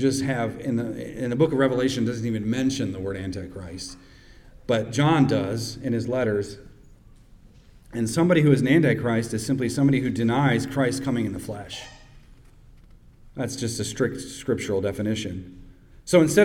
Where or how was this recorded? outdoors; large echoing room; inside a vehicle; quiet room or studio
large echoing room